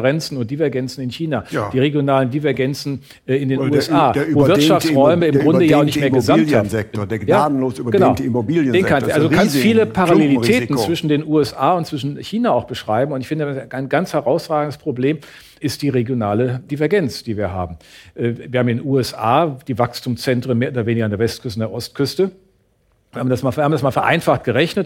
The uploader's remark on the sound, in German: im ersten Podcast vor Publikum